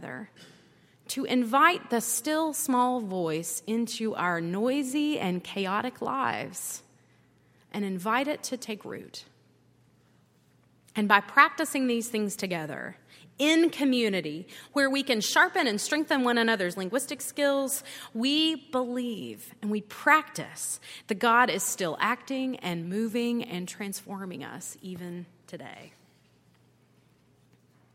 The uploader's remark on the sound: at Highland Baptist Church.